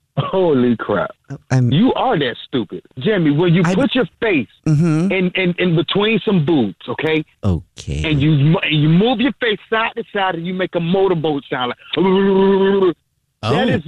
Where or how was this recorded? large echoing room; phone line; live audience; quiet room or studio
phone line